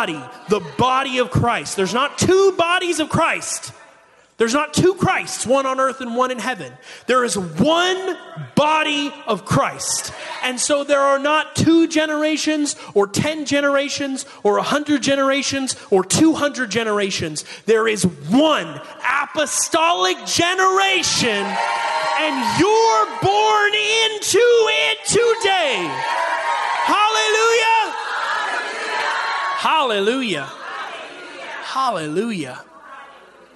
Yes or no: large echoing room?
yes